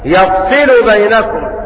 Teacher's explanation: قرأ عاصم ويعقوب بفتح الياء وكسر الصاد مخففة